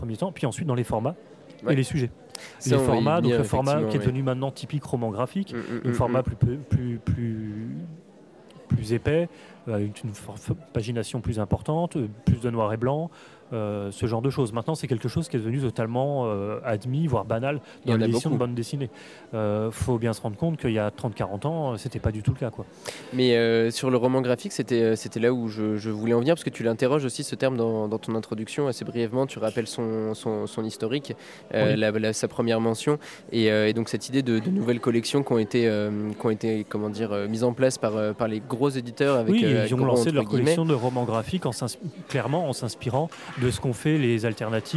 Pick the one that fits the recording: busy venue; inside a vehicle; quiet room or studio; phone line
busy venue